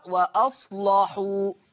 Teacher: حكم اللام التغليظ قولا واحدة، والسبب لأنها مفتوحة ومسبوقة بصاد ساكنة